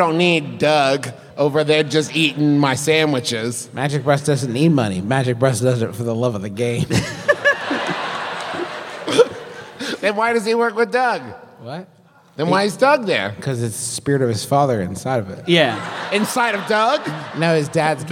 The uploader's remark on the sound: We present to you our big, wild live show from Atlanta!